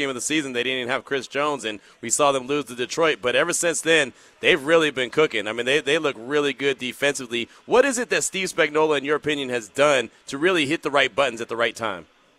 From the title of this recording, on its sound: LOCKER ROOM SOUND